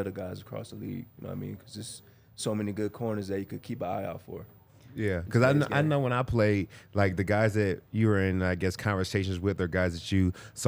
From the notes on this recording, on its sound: Coming to you LIVE from the DNVR Bar.